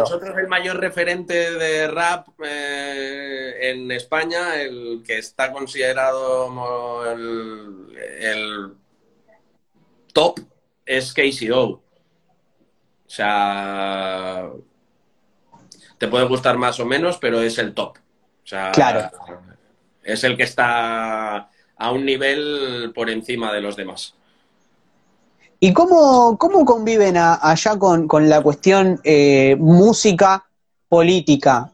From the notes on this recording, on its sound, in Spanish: Audio extraído de IG LIVE.